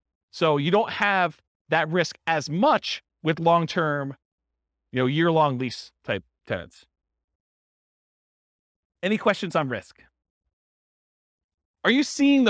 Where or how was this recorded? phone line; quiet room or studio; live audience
live audience